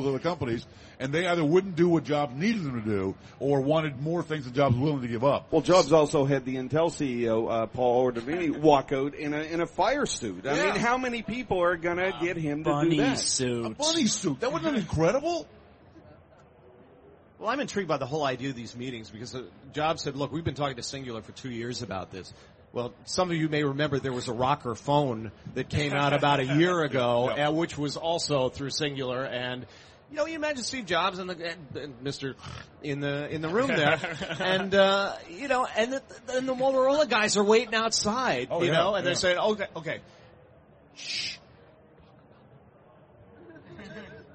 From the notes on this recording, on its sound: 2007 Macworld Expo. A session recorded from Macworld's booth on the Moscone Center show floor.